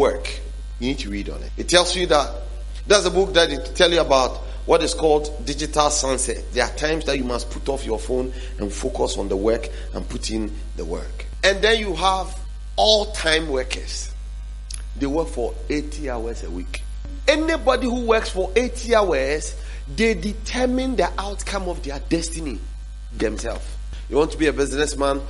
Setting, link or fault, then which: setting, large echoing room